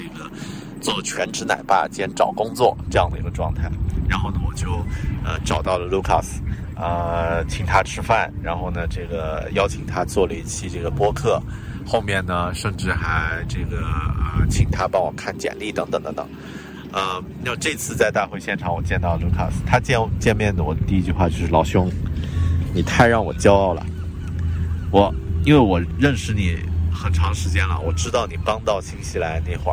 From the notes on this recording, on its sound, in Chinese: 这期在新西兰首都惠灵顿海边码头录制的节目